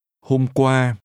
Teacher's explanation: This has two mid-level tones.